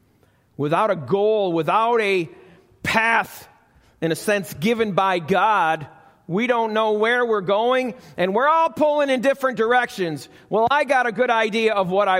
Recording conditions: large echoing room